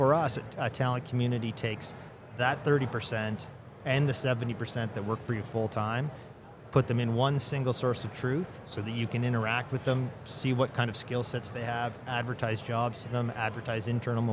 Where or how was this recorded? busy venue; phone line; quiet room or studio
busy venue